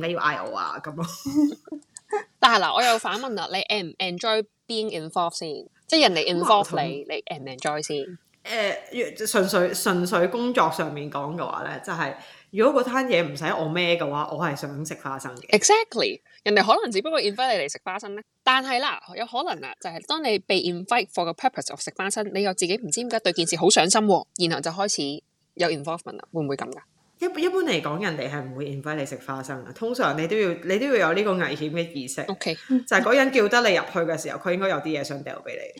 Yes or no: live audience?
no